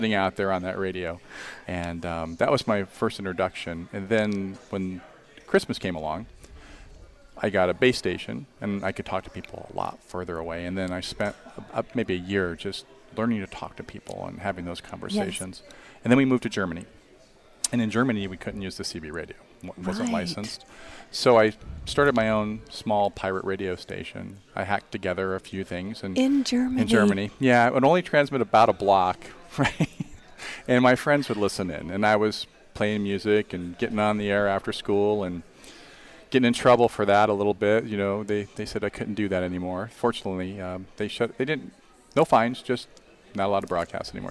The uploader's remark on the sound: Join VoiceAmerica Live as we Broadcast from the Spring Digital Hollywood event with special guest and hosts on site in LA.